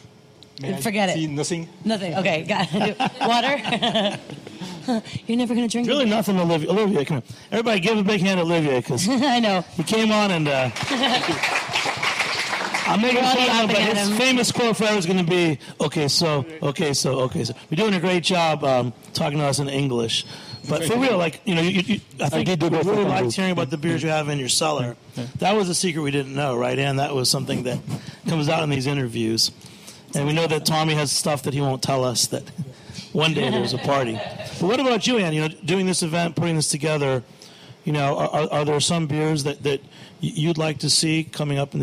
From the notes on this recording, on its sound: This week's special episode of Beer Sessions Radio was recorded in front of a live audience at Treadwell Park in Manhattan.